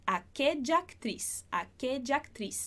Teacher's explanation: a primeira coisa que a gente fez aqui é juntar esse A de aquella com A de actriz